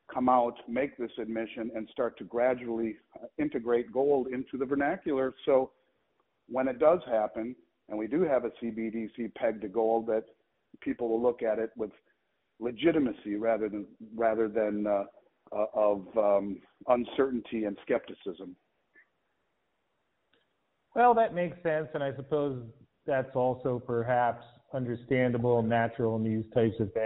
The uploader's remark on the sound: calls in from the Vancouver Resource Investment Conference